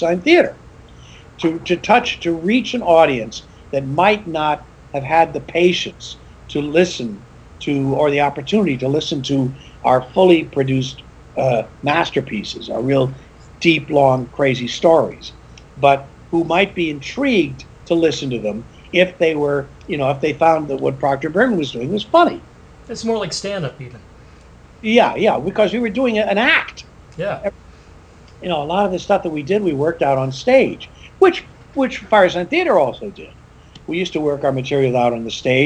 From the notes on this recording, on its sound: Skype interview